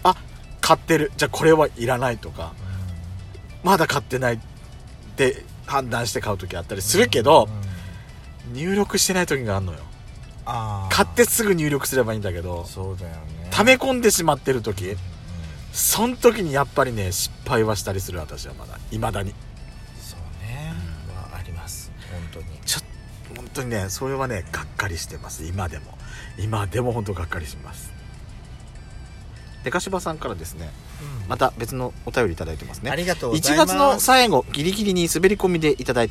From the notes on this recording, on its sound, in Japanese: パーキング収録